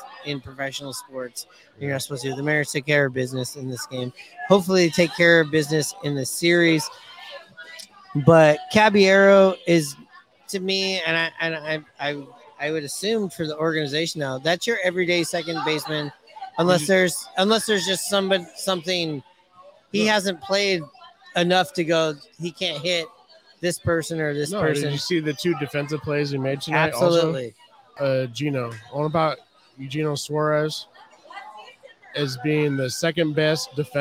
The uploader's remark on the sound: Live from Hooverville Bar!